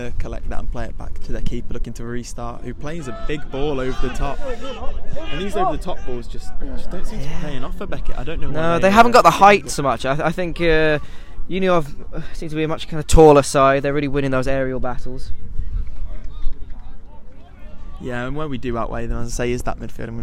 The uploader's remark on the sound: The LSR team go LIVE from Boddington Football Hub.